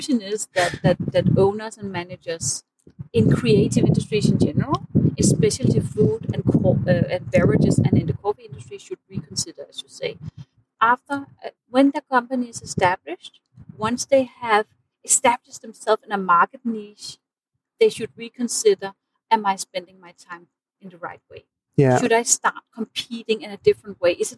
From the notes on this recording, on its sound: Did not set the microphones correctly, but hopefully, it is well enough polished in post-production for you to extract the meaning.